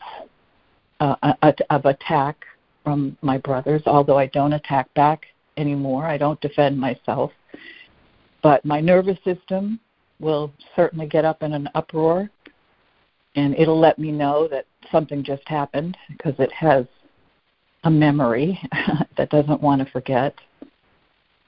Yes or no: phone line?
yes